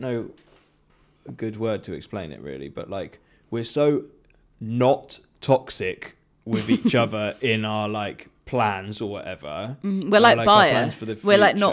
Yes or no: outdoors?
no